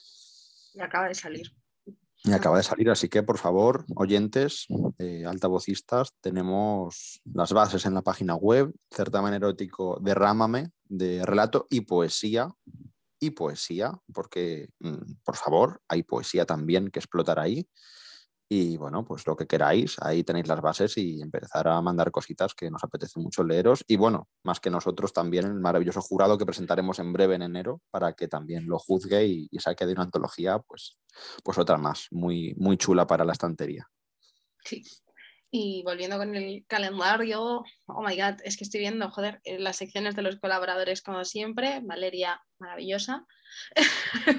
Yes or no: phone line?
no